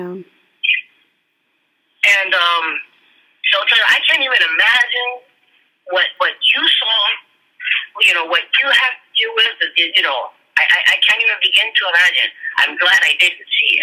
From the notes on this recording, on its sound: our raw phone conversation after he came out of the courtroom